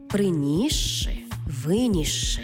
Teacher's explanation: С плюс ши утворюється подовжений звук ши. Це слова, наприклад, приніс ши та виніс ши, де с і ши читаємо як подовжений звук ши.